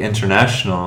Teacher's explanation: Americans on that NT sound, like international, a lot of times we actually reduce it to a flat N sound. Like the T is a little bit afraid of N, so it kind of hides.